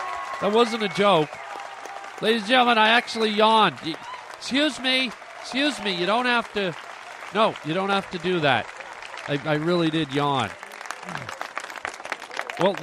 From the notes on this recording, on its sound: live in Hollywood to do stand up at a local club